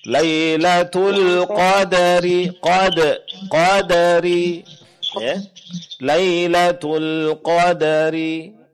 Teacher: membaca qalqalah pada huruf dal, jangan lupa dal di sini tipis ya